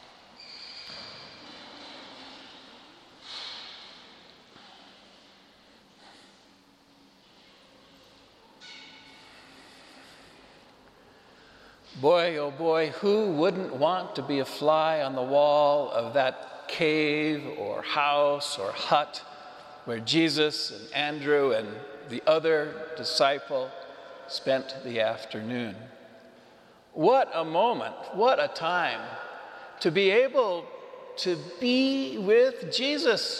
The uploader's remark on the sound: Homily delivered to the Saint Francis Catholic Community, Cuenca, Ecuador.